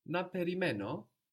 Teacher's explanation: if you say with a question tone to your voice, na perimeno, this in Greek is understood as shall I wait?